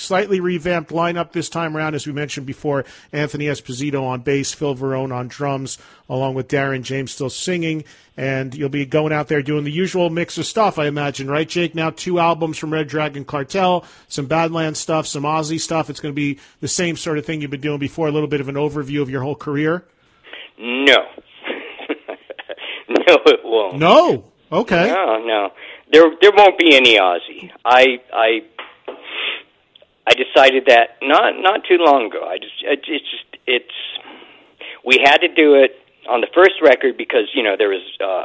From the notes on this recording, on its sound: phones in on this episode